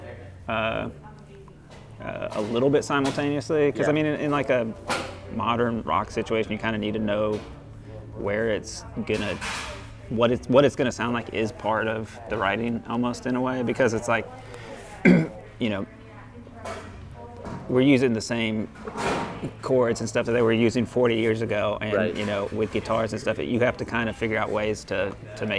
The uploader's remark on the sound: We come to you live from Memphis Tennessee, home of Memphofest Music Festival.